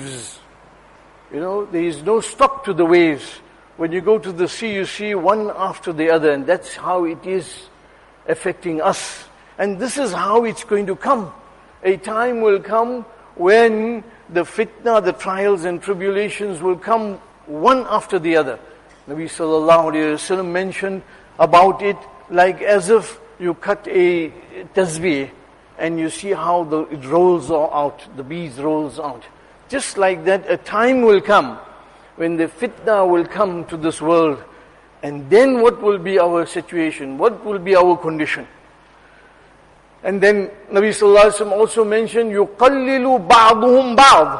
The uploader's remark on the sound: Jumuah lecture at Masjid ur Rahman